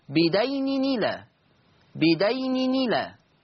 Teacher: تحريك التنوين بحركة الهمزة فتصير نون مكسورة · Term: النقل